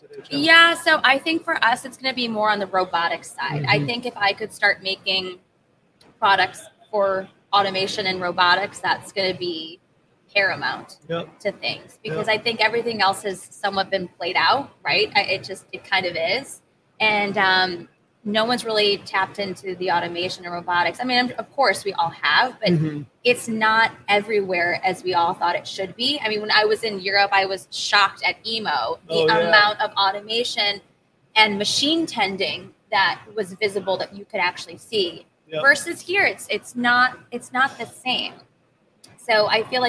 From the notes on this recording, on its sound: Recorded live from the floor of the Motion + Power Technology Expo at Huntington Place in downtown Detroit.